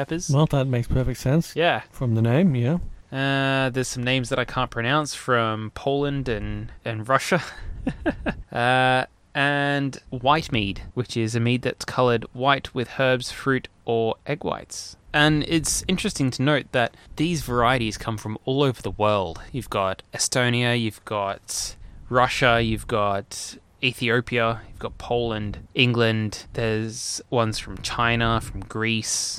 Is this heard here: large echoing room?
no